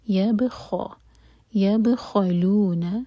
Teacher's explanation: با پر سکون ہے، با کو ہم باؤنس کریں گے